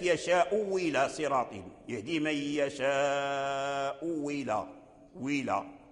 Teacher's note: يعني تبدل الهمزة الثانية واو لغة وقراءة، وهذا هو الوجه الذي نقرأ به، يعني الوجه الذي جرى به العمل، وهو البدل في هذا النوع، هذا النوع، وهو الهمزة الأولى مضمومة والثانية مكسورة، فتبدل الهمزة الثانية واو.